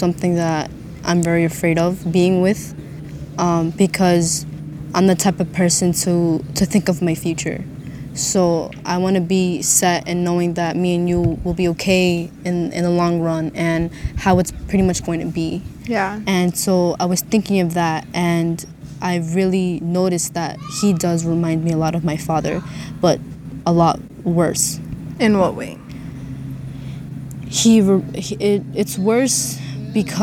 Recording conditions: wind noise